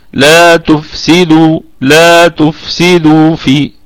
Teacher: الدال فيها قلقلة نسبية، وأيضا هي مضمومة فاتصلت الضمة بالواو فأصبح فيها مد طبيعي وقفا وأيضا وصلا